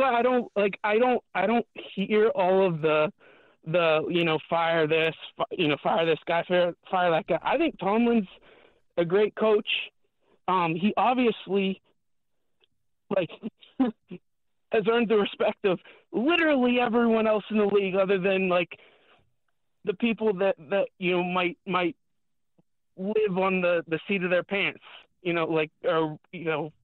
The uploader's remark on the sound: Get to your phone calls and Tweets.